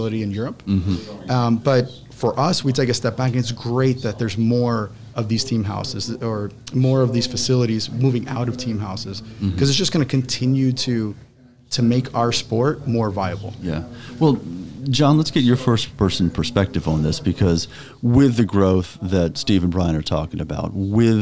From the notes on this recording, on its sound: This week’s episode was recorded live at CES 2020.